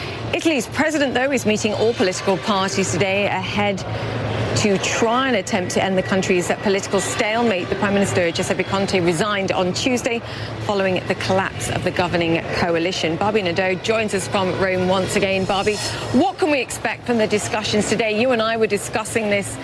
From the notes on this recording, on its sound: Live from the New York Stock Exchange.